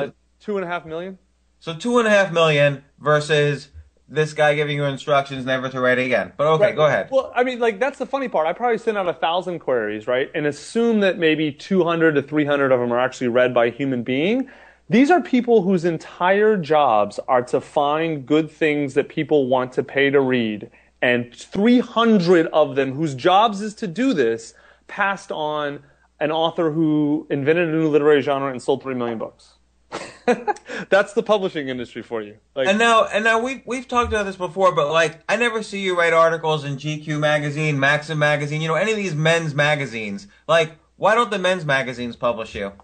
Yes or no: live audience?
no